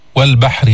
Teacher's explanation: والبحر باء مرققة ما في تفخيم، حاء من الحلق كمان مرققة مستفلة ما في تفخيم، والراء مكسورة، والبحر مرققة الراء.